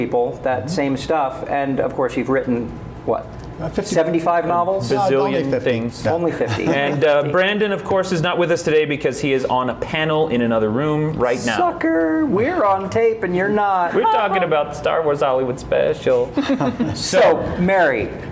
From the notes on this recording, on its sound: This 'cast was recorded at Superstars Writing Seminars